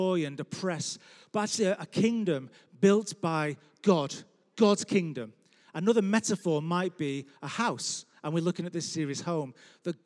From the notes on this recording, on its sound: Record live at Life Church Lancashire Sunday 20th June 2021.